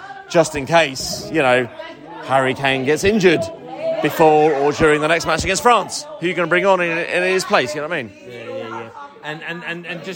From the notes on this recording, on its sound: recording this podcast at the airport on the way back to Qatar